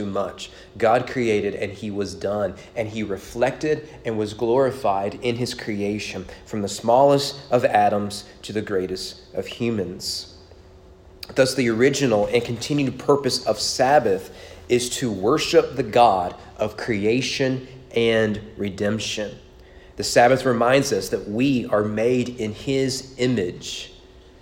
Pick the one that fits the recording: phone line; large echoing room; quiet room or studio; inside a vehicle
large echoing room